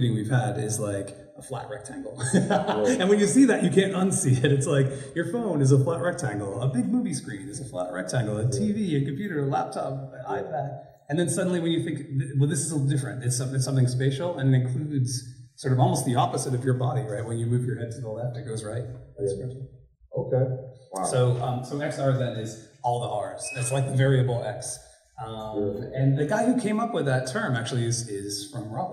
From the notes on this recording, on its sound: live at the STEM PLUG 1st annual EduVibe Fest in Durham, NC